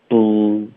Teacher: 这个 b 跟 l 的音是一起爆发的 · Term: 融合音